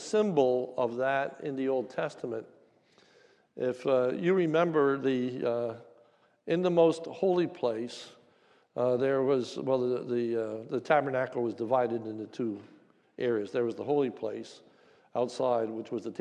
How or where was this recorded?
large echoing room